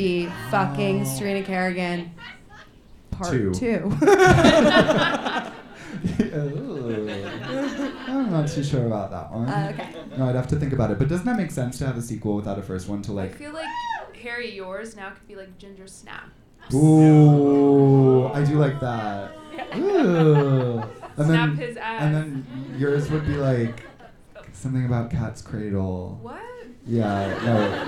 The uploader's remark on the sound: On the the first ever LIVE episode of Harrytales. A sold out show at the Sultan Room in Brooklyn.